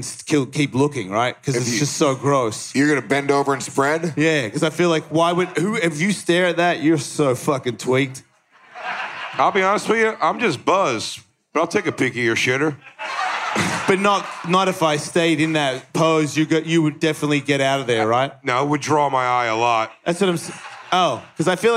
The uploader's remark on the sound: live in Houston for a weekend of Ellismania fights at Skankfest